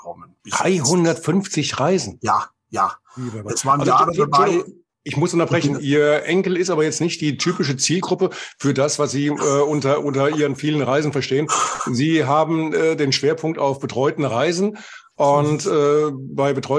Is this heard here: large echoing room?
no